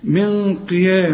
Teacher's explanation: النون بعدها حرف مفخم يبقى حنفخم الغنة